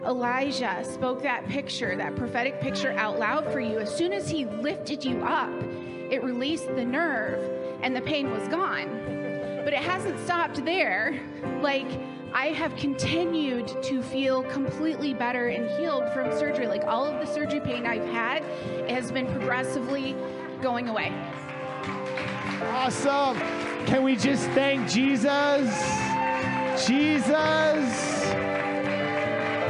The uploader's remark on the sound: Sunday Morning Service - Audio